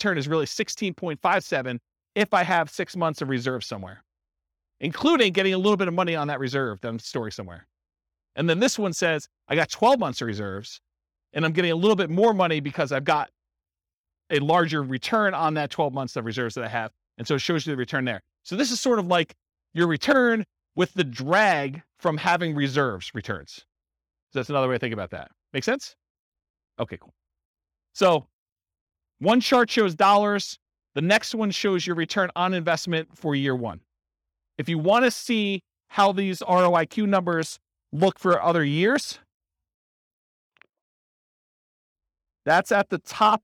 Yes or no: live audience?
yes